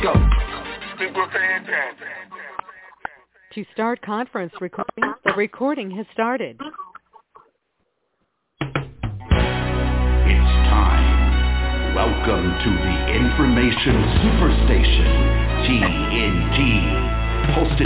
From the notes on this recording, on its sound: TNTSuperfantastic Conference Call